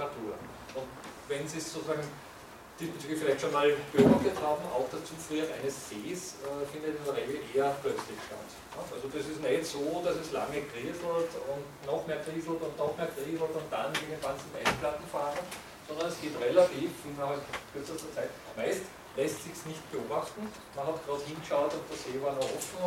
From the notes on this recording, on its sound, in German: Diese Vorlesung wurde von Studierenden aufgenommen